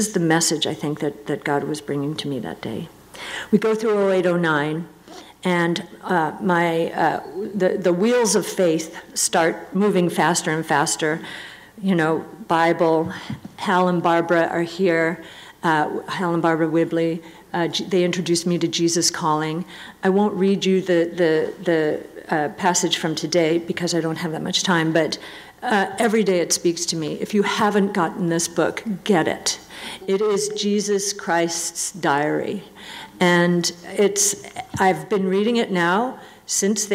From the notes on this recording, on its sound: given at the Sovereign Nations, Mere Simulacrity Conference held in Phoenix in December 2022